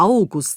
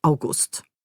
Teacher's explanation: dann könnte das der August sein, vorne betont, weil es ein Vorname ist · Shown in: first take · oder eben Monat, August.